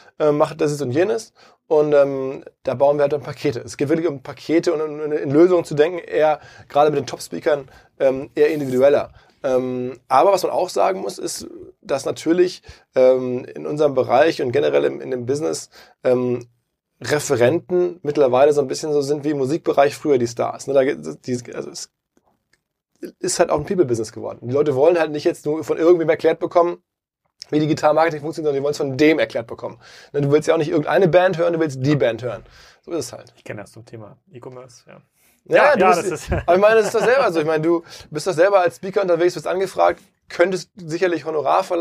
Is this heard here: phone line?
no